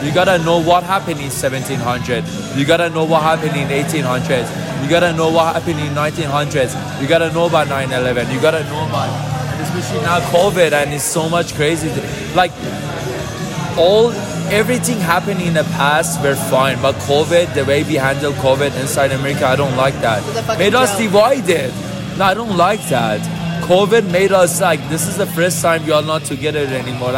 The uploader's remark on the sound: I recently went to Denver for a girl's trip. We were at dinner and me being the podcaster that I am, decided to pull out my phone to record a REALLY good conversation. You will hear that we have dinner, drinks and are very candid about our thoughts.